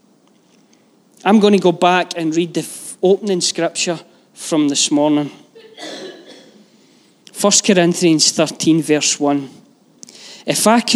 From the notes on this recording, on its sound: Live from our Sunday gathering on 20/11/22